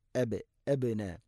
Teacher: അബ് ബാഇനെ ഖൽഖല ചെയ്യണം, ശരിക്കും കേൾക്കണം